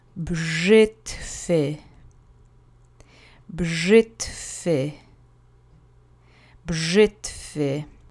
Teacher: the TVY letter combination at the end is kind of softened into a TF sound, TFY sound.